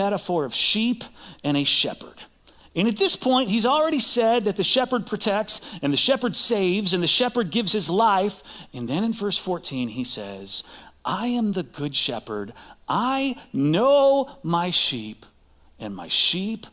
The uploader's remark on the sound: Recorded live at CrossWinds Church on Dec 10th, 2023.